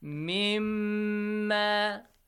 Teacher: Noon Sakin should be merged to the letter Meme, it is idgham rule.